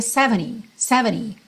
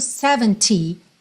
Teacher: no inglês americano, esse T final praticamente não apareceria · Shown in: first take